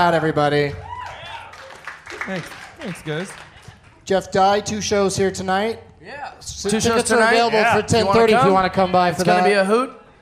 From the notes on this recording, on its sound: From Parlor Live in Bellevue WA.